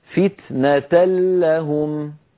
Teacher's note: ما بقي من التنوين شيء، لا ذاته ولا غنته، تحولت النون بجزئيها إلى لام وأدغمنا اللام في اللام فصار النطق بلام مشددة.